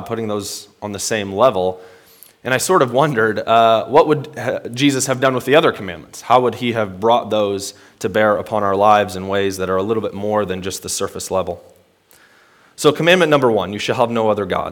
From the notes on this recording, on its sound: Today's word of encouragement comes from a sermon I preached at Hope Evangelical Free Church on March 7th, 2021.